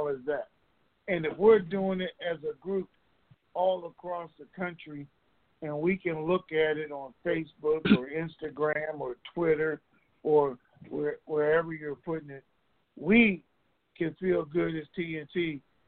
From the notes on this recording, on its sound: TNTSuperfantastic Conference Call.